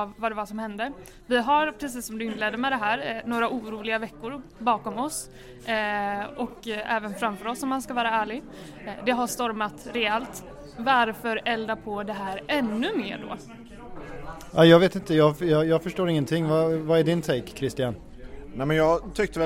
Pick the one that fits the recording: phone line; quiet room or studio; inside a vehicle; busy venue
busy venue